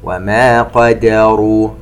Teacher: نلاحظ تفخيم القاف وترقيق الدال، ومن ثم نعود ونفخم الراء